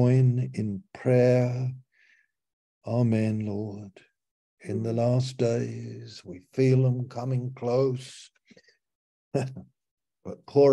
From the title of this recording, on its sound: Malaysia Meets (Zoom)